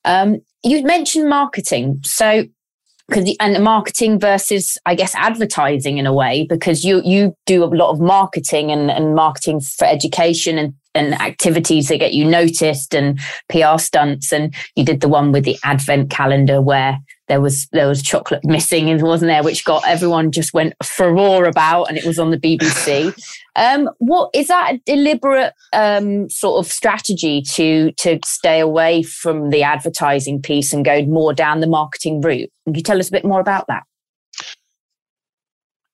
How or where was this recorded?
video call